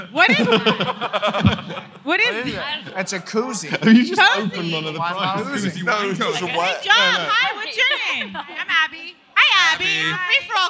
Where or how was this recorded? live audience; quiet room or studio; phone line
live audience